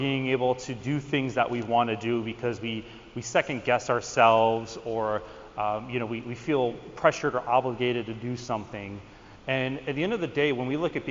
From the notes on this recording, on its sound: Recently spoke at the NAVC VMX 2023 conference where he discussed with the audience. You will get a snippet of the actual presentation.